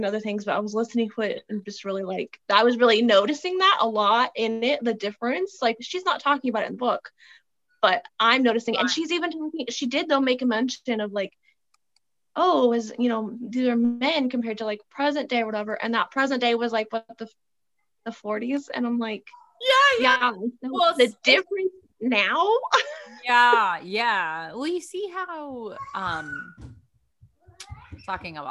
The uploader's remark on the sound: Notes from a video and zoom call with the lady herself.